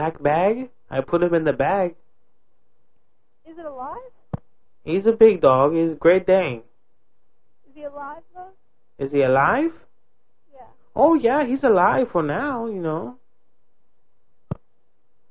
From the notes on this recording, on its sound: RBCP's Personal Prank Phone Calls Collection